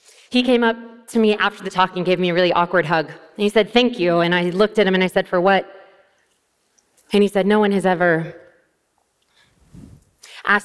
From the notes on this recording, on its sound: TEDxUniversityofNevada. This talk was given at a TEDx event using the TED conference format but independently organized by a local community.